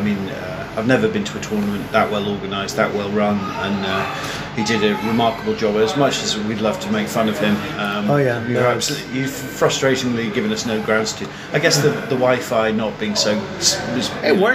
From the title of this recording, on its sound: Live" from Bugmans Cafe in GW